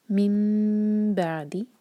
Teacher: نون میم میں چینج ہو رہا ہے تو ہم میم کو ہلکے سے ٹچ کریں گے لیکن ہوٹوں کو پریس نہیں کریں گے · Term: اقلاب